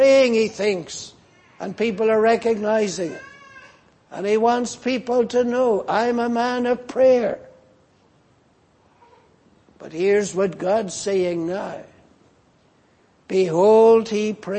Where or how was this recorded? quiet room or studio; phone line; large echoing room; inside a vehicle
large echoing room